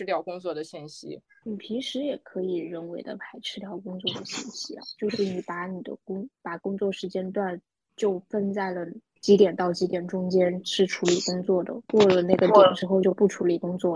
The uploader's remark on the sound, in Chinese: 这一期的早日退休播客是我们第二次线上录制，在居家办公的第三周。